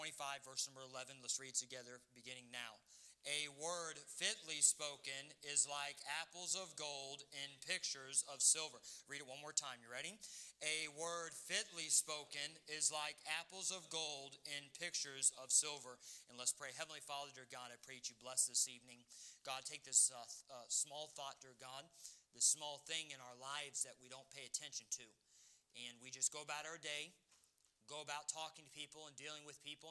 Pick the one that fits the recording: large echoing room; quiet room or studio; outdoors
large echoing room